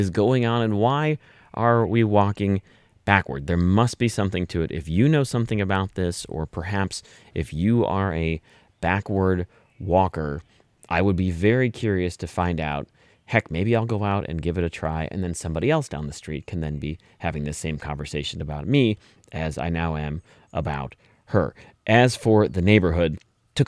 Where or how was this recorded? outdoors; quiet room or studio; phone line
outdoors